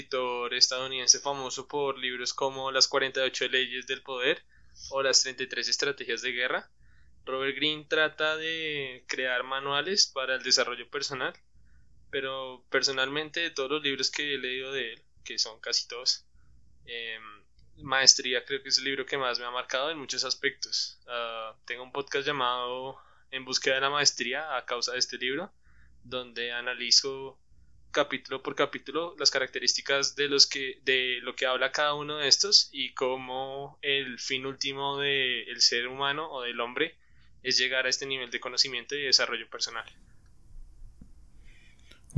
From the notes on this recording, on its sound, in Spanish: Problemas con el audio, disculpen las molestias.